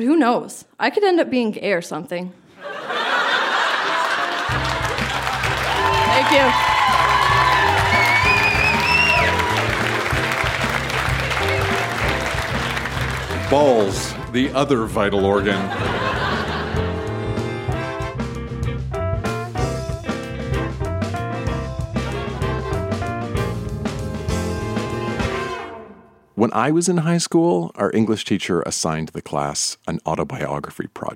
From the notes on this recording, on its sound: Recorded live at the Artesian in Regina, SK.